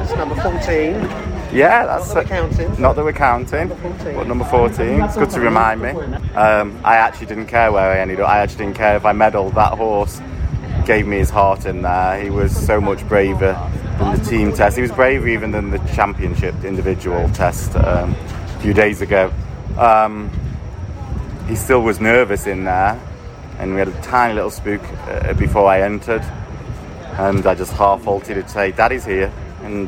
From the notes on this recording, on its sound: From Tokyo 2020. A brilliant & record breaking night of Freestyle competition at the Baji Koen Equestrian Centre.